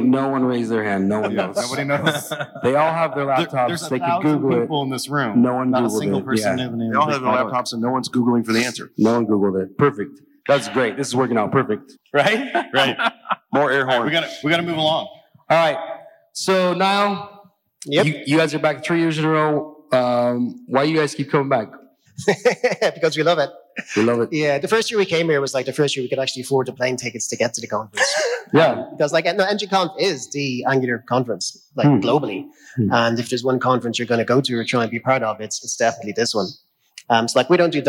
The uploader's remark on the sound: This episode of Adventures in Angular comes to you live from ng-conf 2019